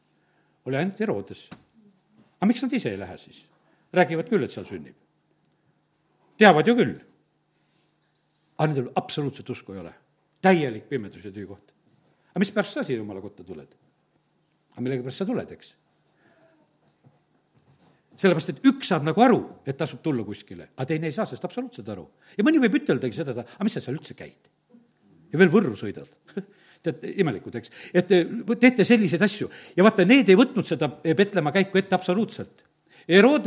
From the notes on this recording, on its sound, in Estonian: Audio salvestus koosolekult